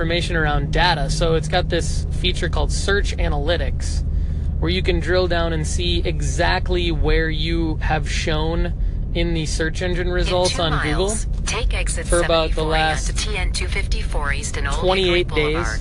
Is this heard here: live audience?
no